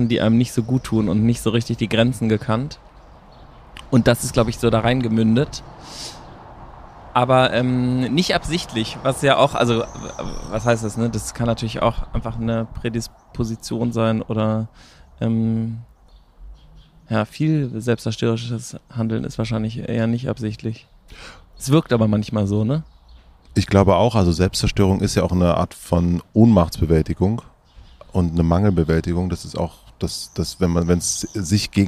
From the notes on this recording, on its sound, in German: Wir haben uns zur Feier des Tages, wie in den guten alten Zeiten, nach draußen gesetzt und dort aufgenommen. Vor dem Studio wurde es uns dann aber doch noch ein bisschen zu ungemütlich und es hat uns nach drinnen verschlagen.